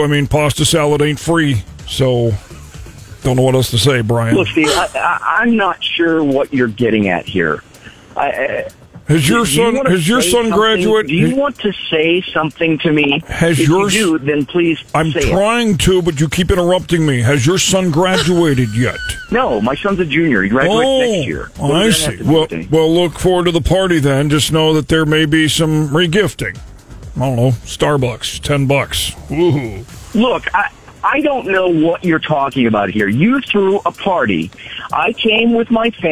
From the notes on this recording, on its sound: FRIDAY PHONE JACKS PRANK CALL. We had some fun pranking him this morning.